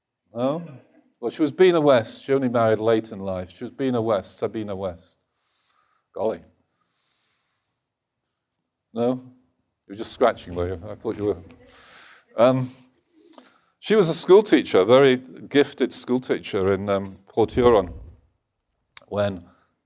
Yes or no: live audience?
yes